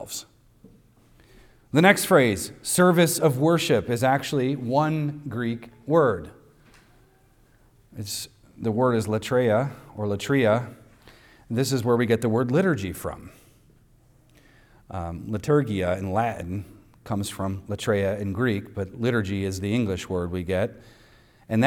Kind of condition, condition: setting, large echoing room